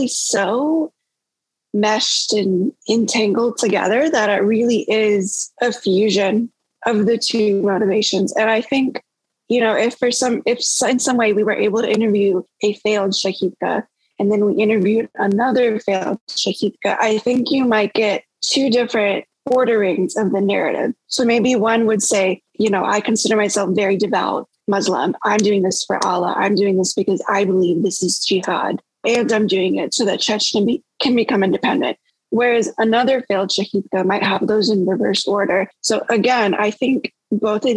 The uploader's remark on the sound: This episode was recorded on December 2021 via Zoom.